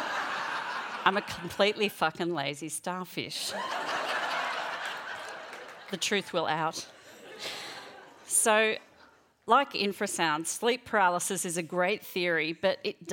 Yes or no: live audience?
yes